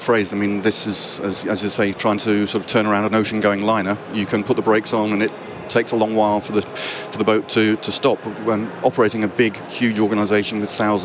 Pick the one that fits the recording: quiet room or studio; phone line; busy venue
busy venue